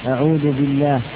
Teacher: فإن اللام هنا حقها الترقيق لتقدم الكسرة عليها. وقد نقل رحمه الله تعالى إجماع القراء في هذا الموضع على أن اللام المسبوقة بكسرة حقها الترقيم الترقيق، وأنه ليس أحد من القراء يفخمها في هذا الموضع.